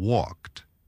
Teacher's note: in the past tense, all these verbs, look, walk, talk, and watch, are pronounced with a T sound at the end. T, as in walked.